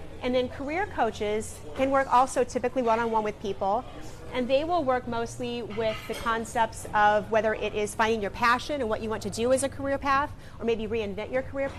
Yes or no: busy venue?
yes